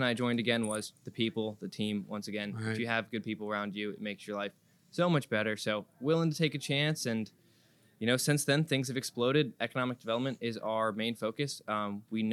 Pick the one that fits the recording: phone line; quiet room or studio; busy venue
busy venue